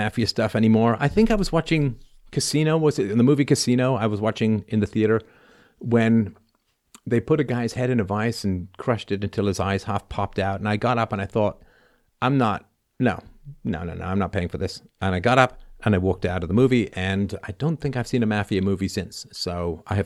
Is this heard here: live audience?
no